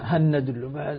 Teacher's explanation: اللام الأولى سقطت، اللام سقطت ذاتها صفة، لكن بقيت النون بغنتها موجودة وهي صفة المدغم فيه كأنها نون مشددة. هي تصبح نون مشددة. · Term: إدغام كامل